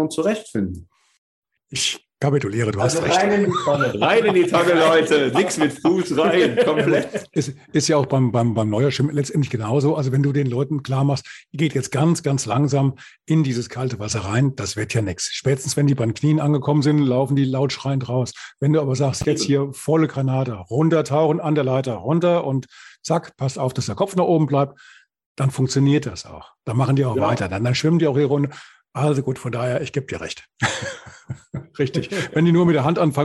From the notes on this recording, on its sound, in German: via ZOOM in einer Schaltung zwischen dem hessischen Spessart und dem Schweizer Wallis